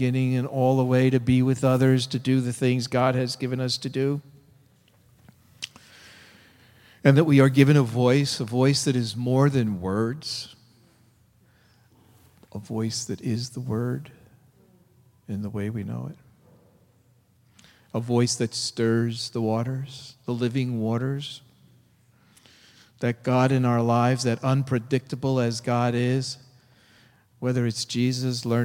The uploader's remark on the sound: Delivered at First Congregational Church of Oakland, CA on March 23, 2014